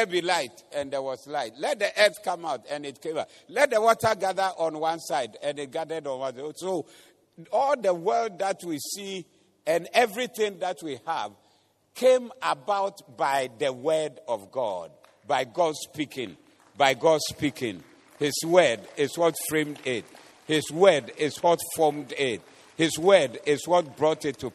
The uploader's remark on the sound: Preached at the Doxa Service